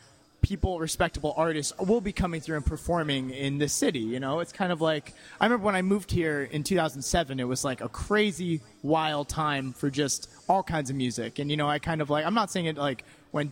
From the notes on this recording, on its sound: In a live podcast panel recorded in May at Rockit Bar & Grill.